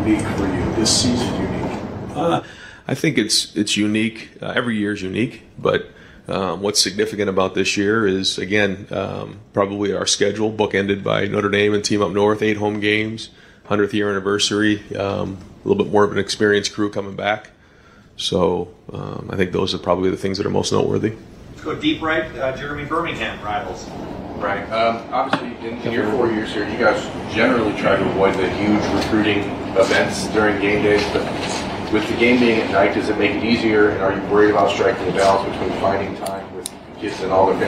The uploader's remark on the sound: Press conference. Addresses the media on Tuesday August 30, 2022 at the Woody Hayes Athletic Center in Columbus, Ohio. During this news conference.